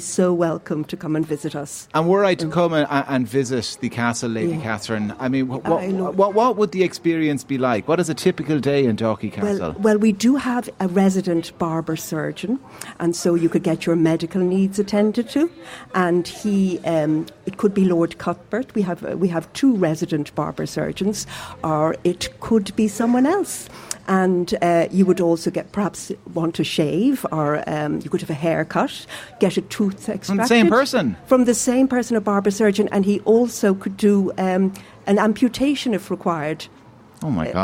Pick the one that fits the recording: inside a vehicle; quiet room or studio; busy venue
busy venue